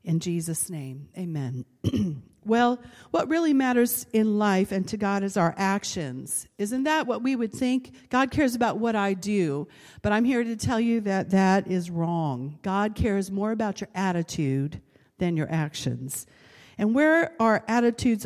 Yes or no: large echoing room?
yes